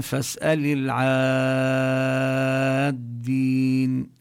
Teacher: ويوجد شدة فنقول مد لازم كلمي مثقل، ويمد 6 حركات. وكما بينا يعني إذا وجدت علامة المد يعني نمد أكثر من حركتين، أكثر من المد الطبيعي، مع الهمزة نمد 4 حركات بالهمز المتصل والمنفصل على ما هو من طريق الشاطبية، 4 أو 5، لكن يعني العمل على 4 حركات مع الهمزة.